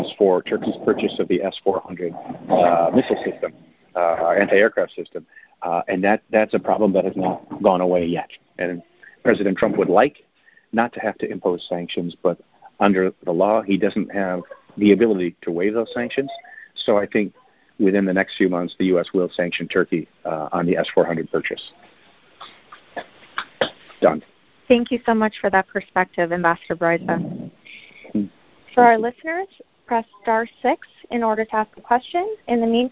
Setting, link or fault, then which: link, phone line